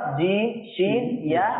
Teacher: জিব্বার মধ্যভাগ উপরে তালুর মধ্যভাগ থেকে তিনটি হরফ জি সি ইয়া উচ্চারিত হয় · Term: জিব্বার মধ্যভাগ তালুর মধ্যভাগ